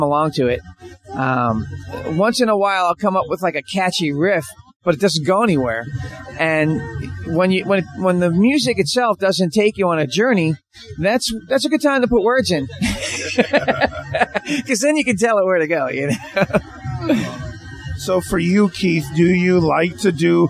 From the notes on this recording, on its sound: We are still broadcasting from The Sanford Music Festival.